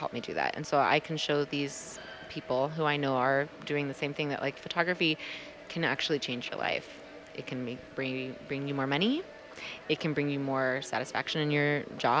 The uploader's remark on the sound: This conversation was recorded February 2020 at WPPI.